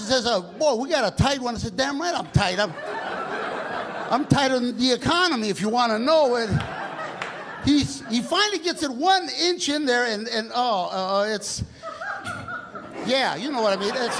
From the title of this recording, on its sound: Stand Up Comedy Live Gotham Comedy Club